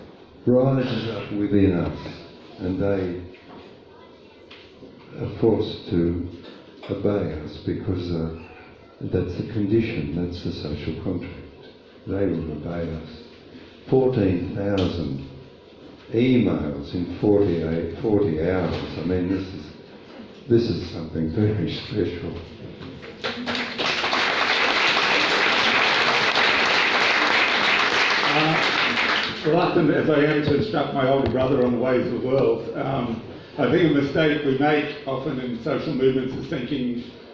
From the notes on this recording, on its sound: Forum at Kurilpa Hall, Brisbane, on 11 Dec 2019.